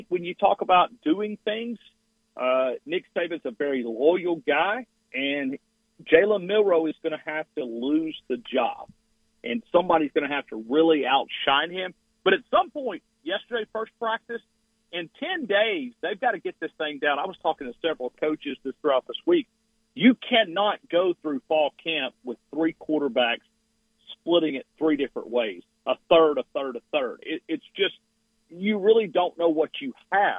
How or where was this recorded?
phone line